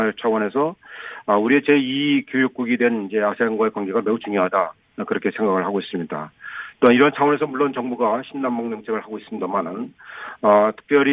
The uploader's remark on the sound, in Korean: 전화연결